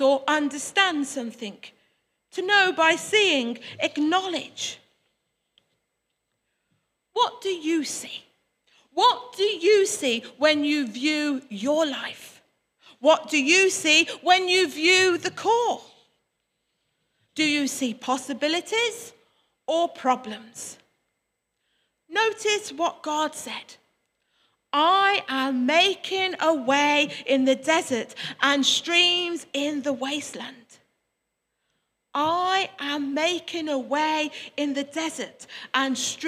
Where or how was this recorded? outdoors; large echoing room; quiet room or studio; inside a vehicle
large echoing room